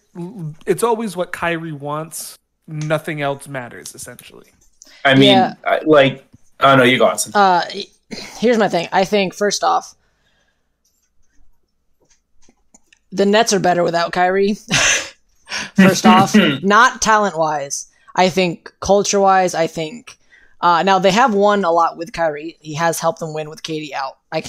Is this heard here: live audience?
no